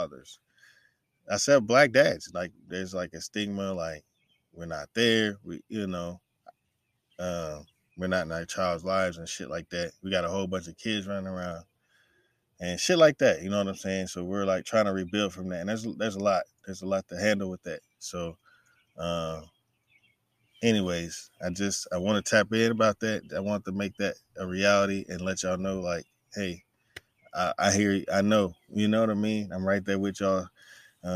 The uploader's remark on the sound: brings me outside again on Instagram Live